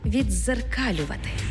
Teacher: У слові «віддзеркалювати» «д» переходить у подовжений звук «з»